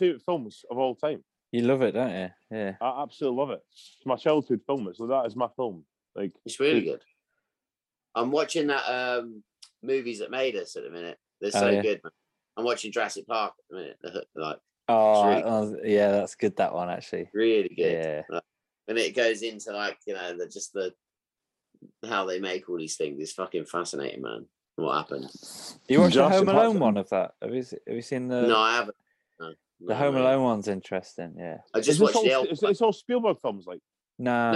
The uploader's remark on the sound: Zoom to the rescue! Raise a glass from the comfort of their homes!